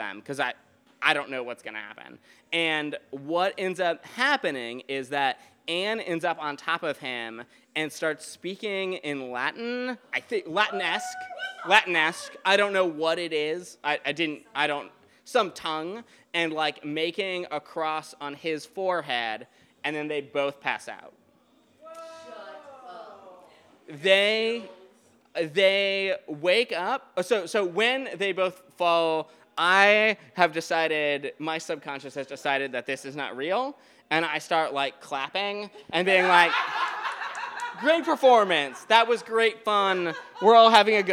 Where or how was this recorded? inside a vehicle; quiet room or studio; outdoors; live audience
live audience